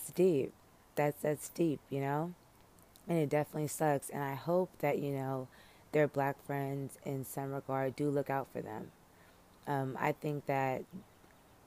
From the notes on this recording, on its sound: Live from the Peace of Outside